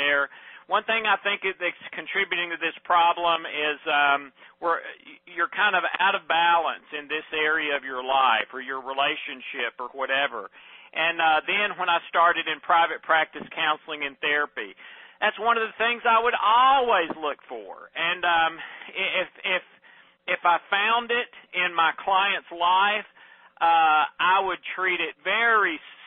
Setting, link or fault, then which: link, phone line